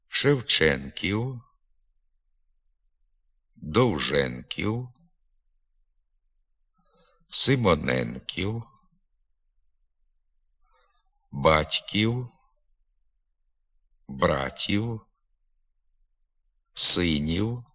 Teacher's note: вимовляйте нескладотворчий «у» у кінці присвійних прикметників